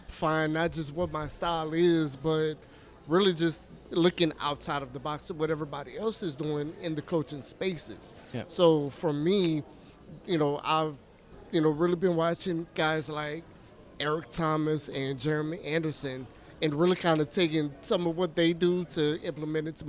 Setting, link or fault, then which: setting, busy venue